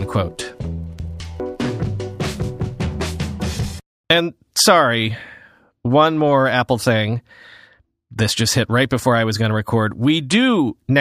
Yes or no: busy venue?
no